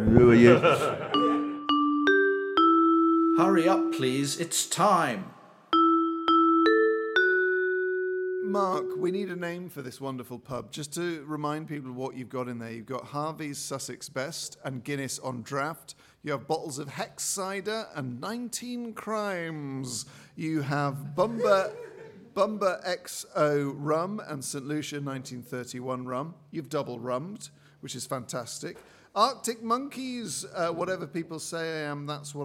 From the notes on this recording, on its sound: Record a special LIVE episode as part of the Orwell Festival. Live from The Marquis Cornwallis in Central London (just round the corner from a blue plaque celebrating Orwell).